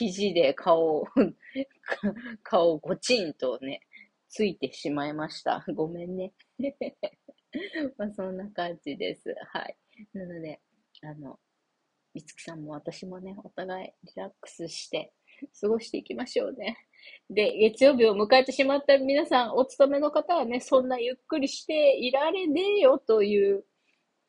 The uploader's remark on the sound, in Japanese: From Radiotalk。音質良くないね※。